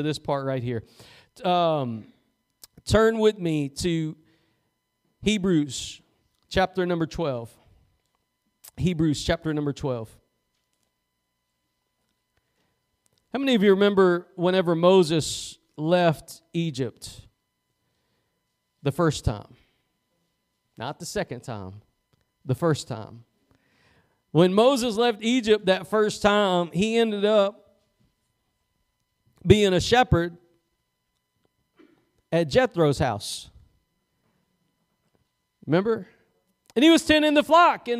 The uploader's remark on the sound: Preached at Gospel Lighthouse in Bossier City, La.